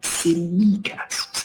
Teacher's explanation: Tsimikas, with a stress on the middle syllable, okay? Tsimikas.